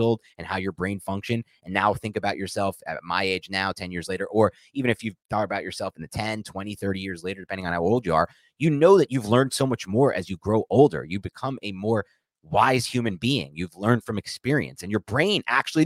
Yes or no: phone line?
no